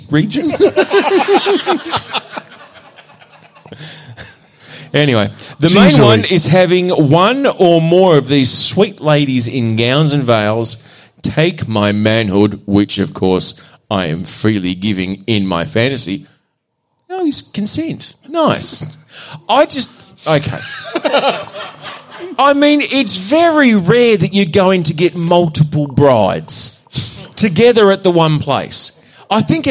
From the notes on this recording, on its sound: Part 2 of the live show